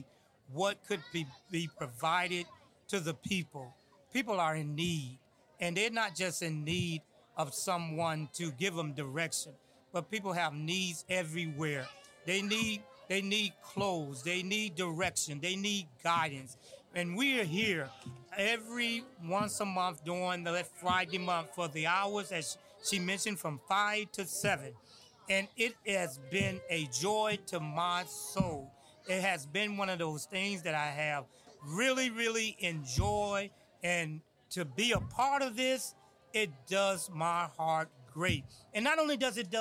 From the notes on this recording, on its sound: This special podcast was recorded on location at the 7th Annual Collinwood Resource & Empowerment Fair. In partnership with our host, Peoples Church of God In Christ.